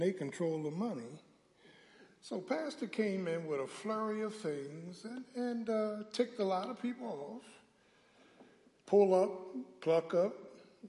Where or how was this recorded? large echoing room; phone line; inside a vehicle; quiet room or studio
large echoing room